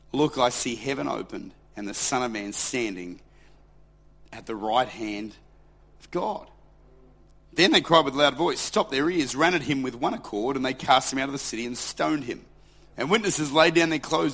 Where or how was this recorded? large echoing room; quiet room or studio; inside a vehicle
large echoing room